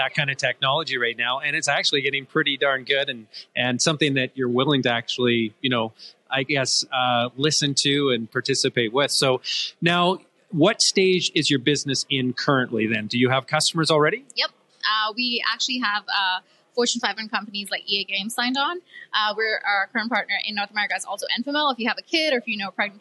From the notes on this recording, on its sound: we’re filming at the Telus CSW Pitch Party